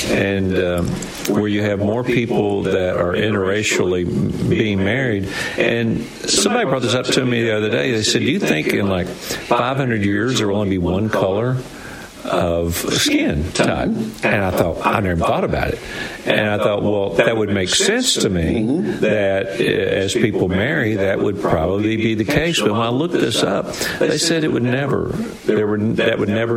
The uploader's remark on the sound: LIVE from the World Famous Cotton Eyed Joe